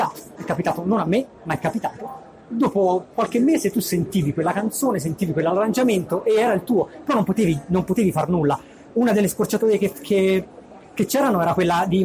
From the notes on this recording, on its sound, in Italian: Estratto del mio talk a Campus Party Italia 2019. Perdonate la qualità audio ma è tutto quel che son riuscito a recuperare.